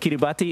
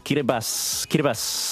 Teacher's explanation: the T-I in the language, across the language, is pronounced as an S sound · Shown in: second take · So if you see a T-I, it's just an S.